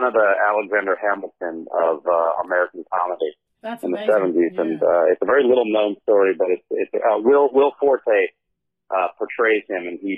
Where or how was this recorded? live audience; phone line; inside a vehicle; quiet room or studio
phone line